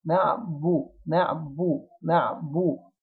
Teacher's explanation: الباء مرققة مضمومة، بس برضو علشان ما نفخمهاش لازم نبدأ بيها وإحنا مبتسمين ونضم بسرعة